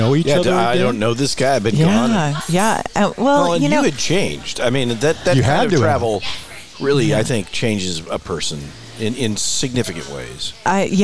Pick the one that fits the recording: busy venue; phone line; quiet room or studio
busy venue